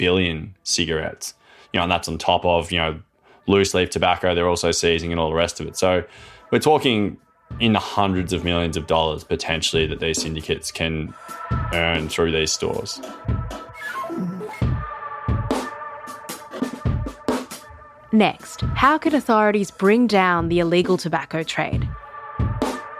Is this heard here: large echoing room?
no